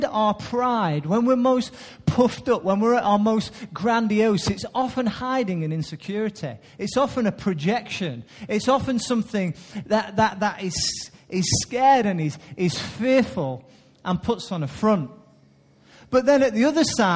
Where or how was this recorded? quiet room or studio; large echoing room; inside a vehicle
large echoing room